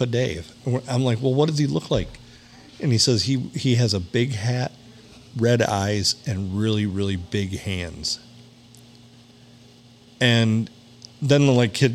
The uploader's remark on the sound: Recorded on a Sunday and bleeding into Monday at the Haunted Blue Water Sports Bar.